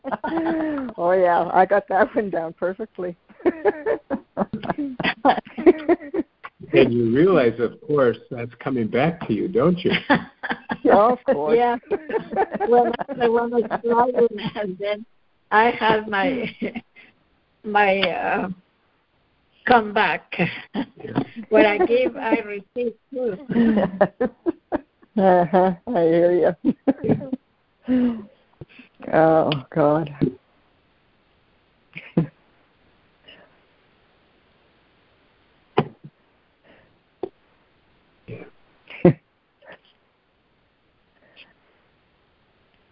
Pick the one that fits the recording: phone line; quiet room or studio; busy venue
phone line